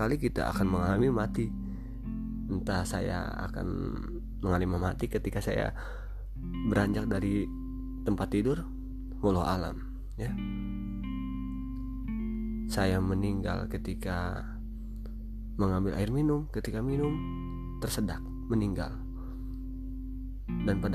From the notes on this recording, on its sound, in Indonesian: Mohon maaf juga gw lagi flu sehingga ada suara2 yang mengganggu di telinga kalian. Karena gw record ini tanpa teks.